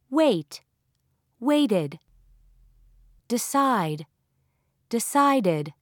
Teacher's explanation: In words ending with t or d, it is pronounced as a separate syllable, id.